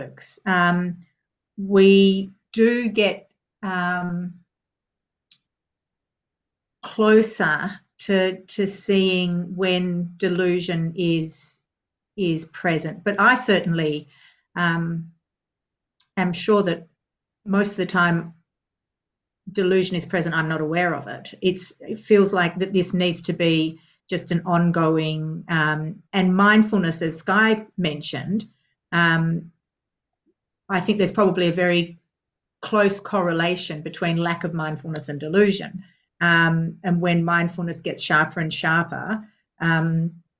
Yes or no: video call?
yes